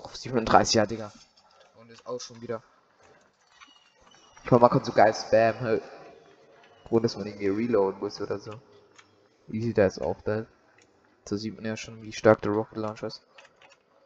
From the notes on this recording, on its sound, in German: Richtig schlechte Sound Qualität